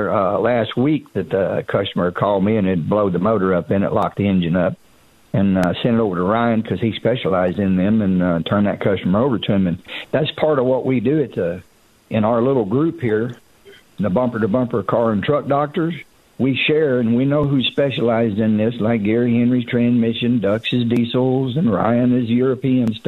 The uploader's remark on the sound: calls